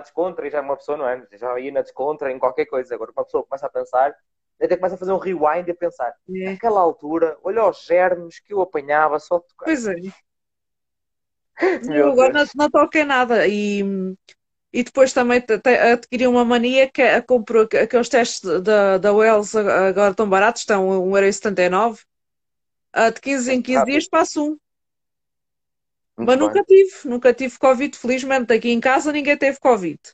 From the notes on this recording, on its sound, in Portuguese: Conteúdo LIVE no Instagram